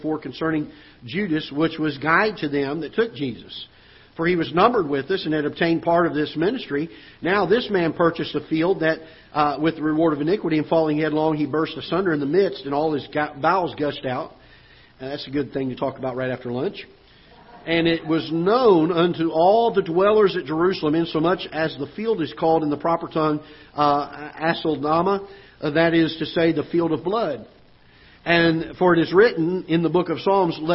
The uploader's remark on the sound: Ketha Heights Baptist Church ~ Live Broadcast